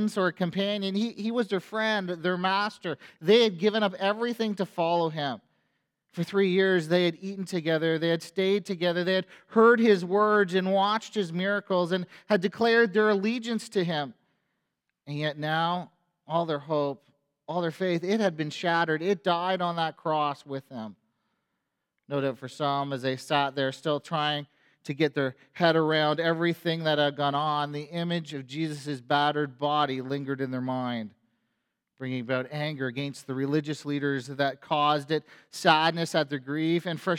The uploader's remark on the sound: A sermon on Easter Sunday at FBC Church in Cobourg,